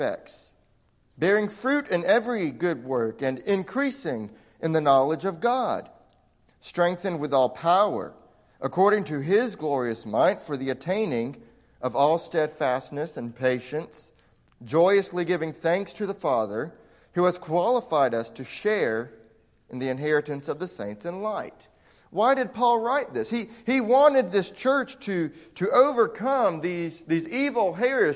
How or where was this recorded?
large echoing room